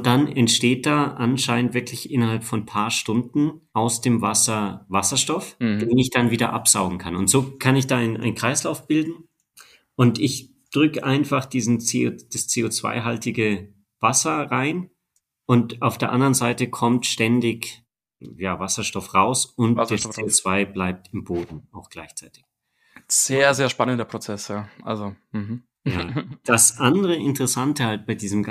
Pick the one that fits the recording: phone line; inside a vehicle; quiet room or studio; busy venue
quiet room or studio